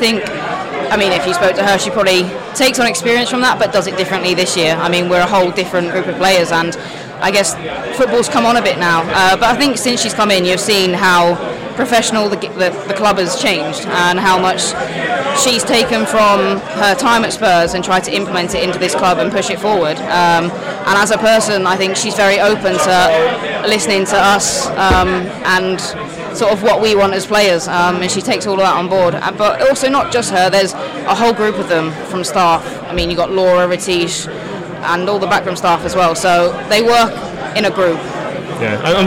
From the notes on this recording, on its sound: Join us as we record a podcast at the 2022/23 Player of the Year dinner!